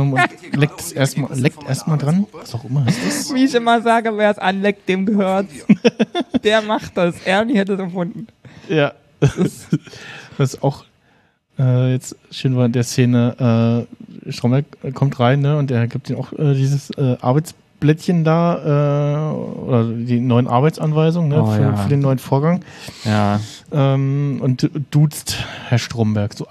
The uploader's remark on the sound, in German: Live aus der c-base vom Day of the Podcast. Bei diese Folge nicht nur im selben Raum, sondern es gibt auch in dieser Episode nochmal eine Art Live Kommentar während wir die Folge schauen.